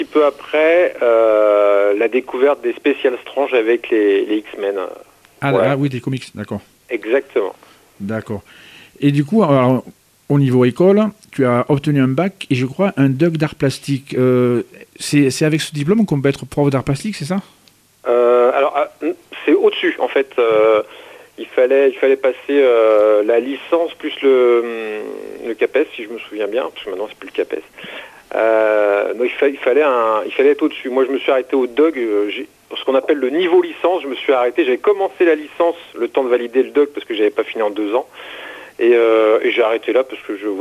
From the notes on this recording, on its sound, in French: qui reçoit par téléphone le dessinateur